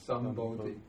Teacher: the regular M, this is the nasal that goes with P and B